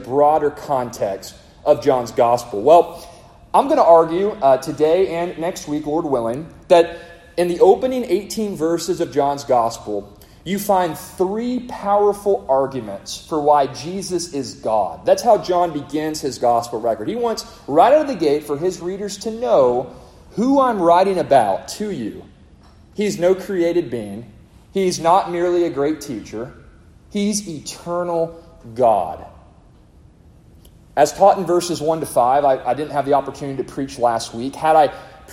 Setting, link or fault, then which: setting, live audience